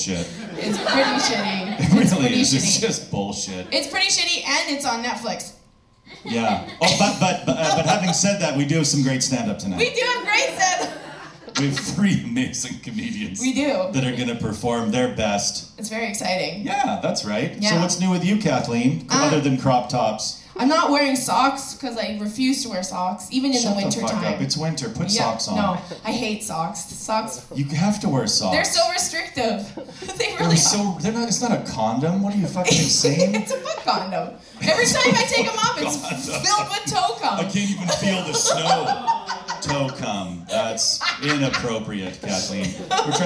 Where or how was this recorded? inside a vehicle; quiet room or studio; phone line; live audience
live audience